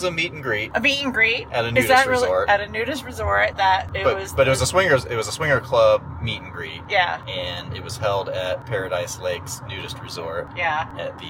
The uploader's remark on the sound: You'll hear portions of the original audio that we recorded two years ago on our way home from the event as well as a segment from the audio we recorded on the way home from our first f*ck date.